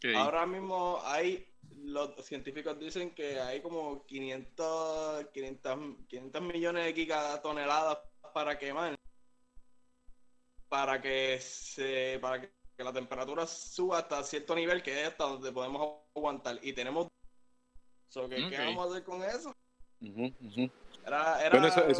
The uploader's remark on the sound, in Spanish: Seguimos con los podcasts remoto, esta vez nos reunimos via Discord. Desde La Cuarentena.